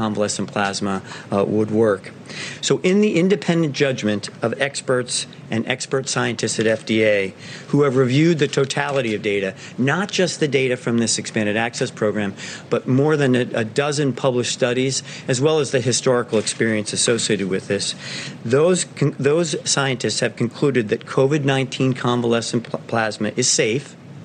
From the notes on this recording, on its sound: at a White House briefing